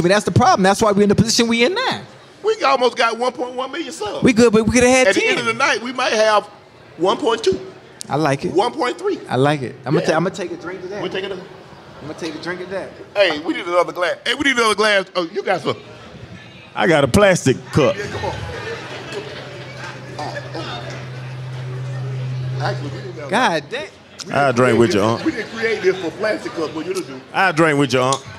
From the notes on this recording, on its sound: LIVE from Resorts World Las Vegas